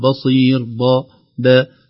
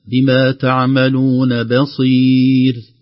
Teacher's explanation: المحذور الأول الباء مرققة لا تتأثر بالصاد · Shown in: second take · Term: ترقيق الباء